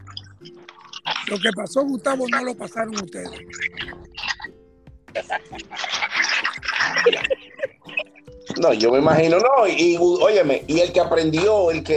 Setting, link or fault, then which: link, video call